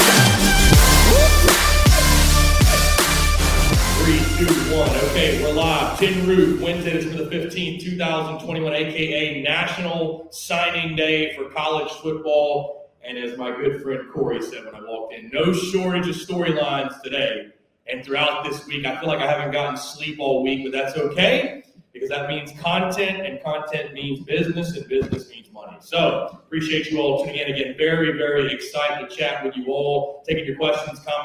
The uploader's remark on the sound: all live from Tin Roof in The Vista